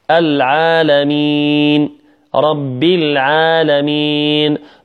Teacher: هذا هو مد طبيعي يمد حركتين